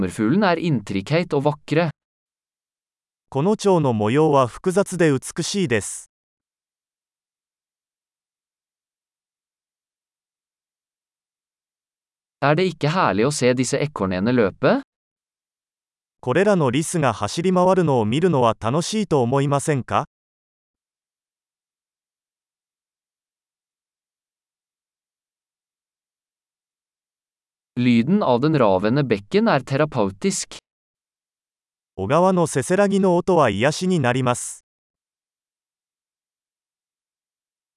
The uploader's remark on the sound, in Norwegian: Lyden av den ravende bekken er terapeutisk.